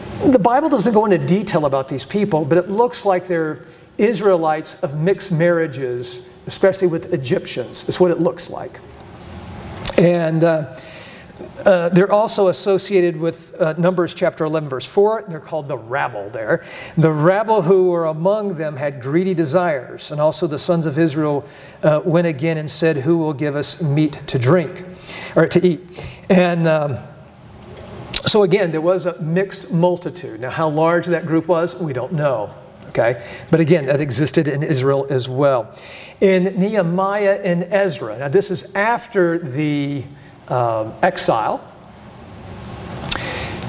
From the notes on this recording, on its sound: Presents for the third session at the Be Not Conformed Conference in June of 2023.